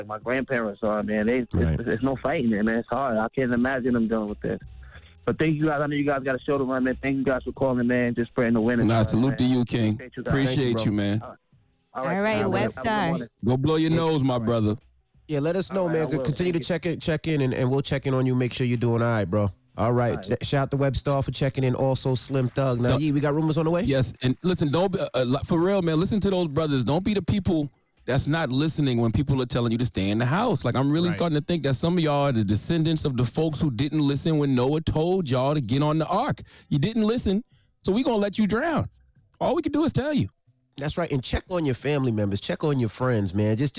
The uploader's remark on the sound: call in to the show